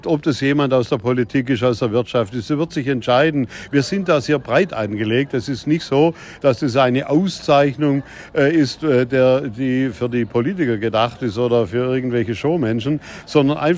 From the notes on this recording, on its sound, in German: spricht live vor Ort von der Verleihung der Narrenschelle im Erlebnishotel Colosseo des Erlebnis-Resort